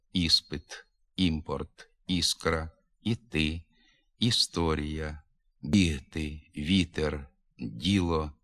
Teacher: На відміну від звука «и», який вимовляється легко, без напруження, голосний «і» напружений. Він вимовляється виразно, чітко